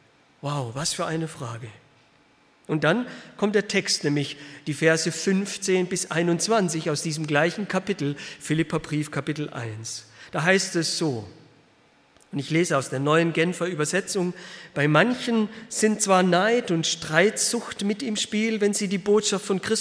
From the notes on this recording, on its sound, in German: Aus dem Gottesdienst der Liebenzeller Mission.